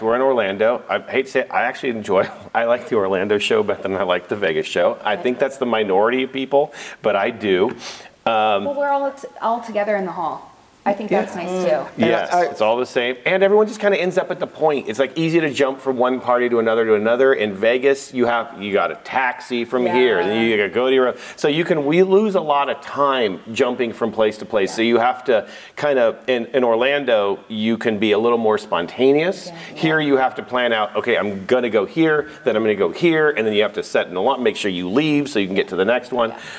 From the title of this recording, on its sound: Live From InfoComm 2022